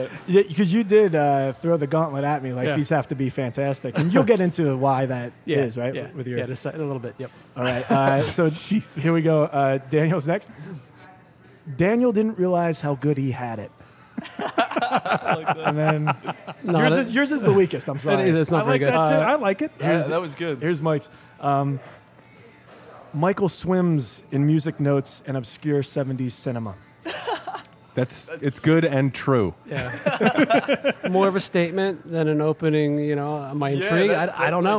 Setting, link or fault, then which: setting, busy venue